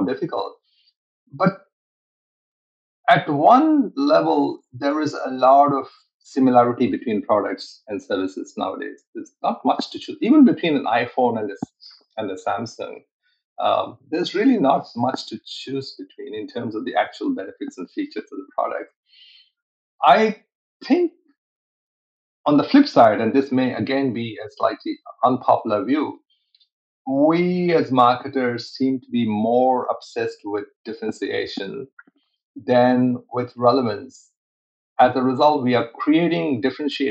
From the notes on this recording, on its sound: Recorded on RiversideFM